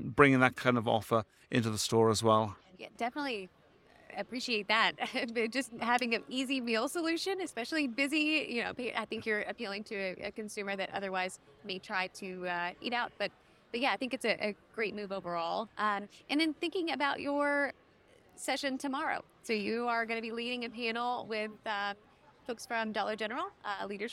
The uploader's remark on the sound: Live from Groceryshop 2023. This episode of the RETHINK Retail Podcast was recorded live at Groceryshop.